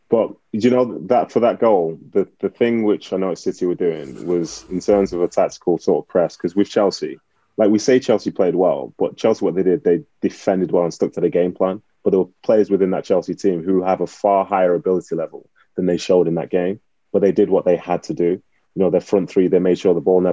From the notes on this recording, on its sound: we recorded in front of a Zoom audience